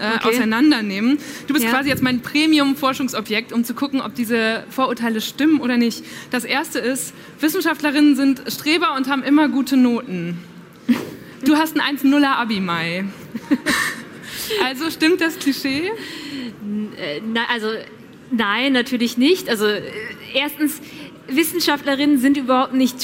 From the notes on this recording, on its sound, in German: Diese Folge habe ich ausnahmsweise nicht unter vier Augen aufgezeichnet, sondern live vor Publikum auf der Tincon in Berlin. Das ist ein Festival für digitale Jugendkultur und quasi die kleine Schwester der Digitalkonferenz re:publica.